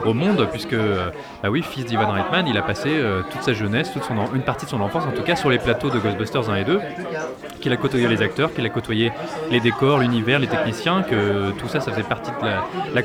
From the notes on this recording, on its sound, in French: Enregistré au Hurling pub (8 Rue Descartes, 75005 Paris), le vendredi 18 janvier 2019.